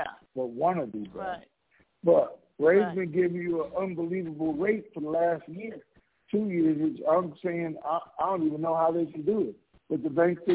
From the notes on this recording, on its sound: TNTSuperfantastic Conference Call